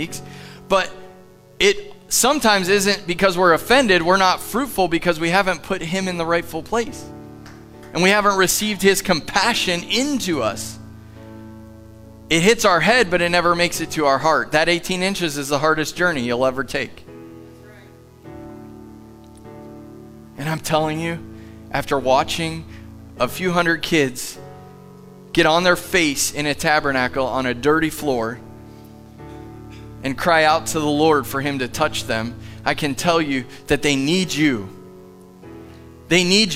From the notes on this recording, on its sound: Live from The Summit Church in Dover, OH